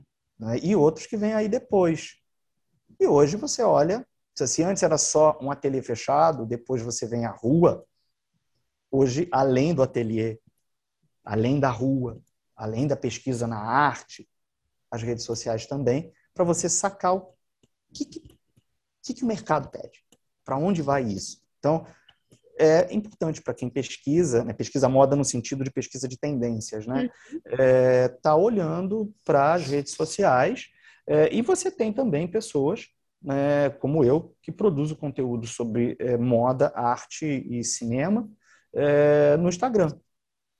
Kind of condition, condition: link, video call